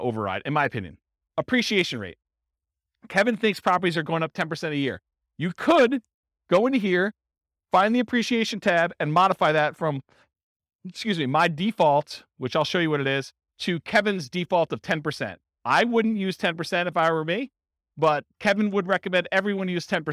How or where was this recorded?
live audience